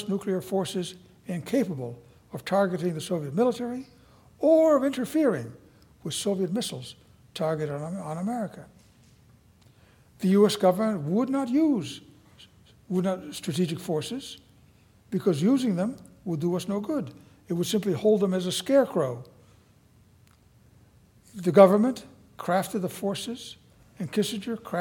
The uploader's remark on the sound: Audio recording of a lecture delivered on April 19, 2017